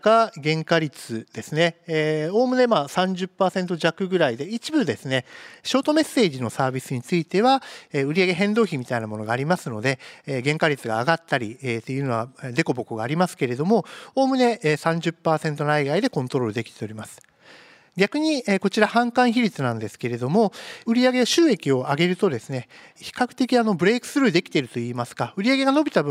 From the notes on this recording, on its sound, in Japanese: 2022年11月23日、東京・田町で行われた「ラジオNIKKEI 相場の福の神 注目企業ＩＲセミナー」。東京・田町で行われた「ラジオNIKKEI 相場の福の神 注目企業ＩＲセミナー」からユミルリンク（4372・東証グロース）のＩＲプレゼンをお聴きください。